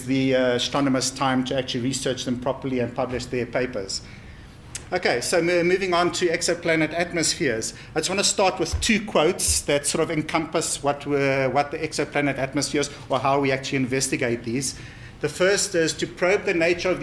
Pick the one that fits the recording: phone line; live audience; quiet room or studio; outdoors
live audience